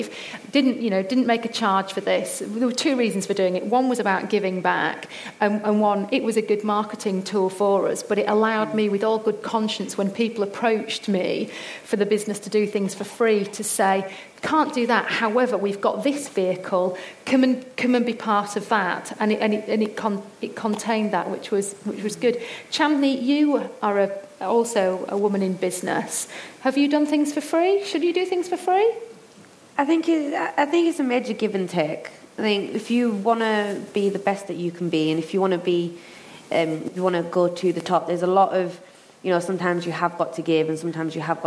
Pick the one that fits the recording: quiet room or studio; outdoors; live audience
live audience